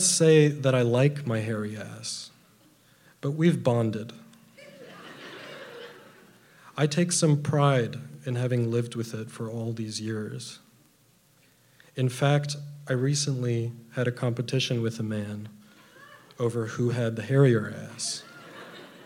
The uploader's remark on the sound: on the stage at Lip Service, a live storytelling event in Miami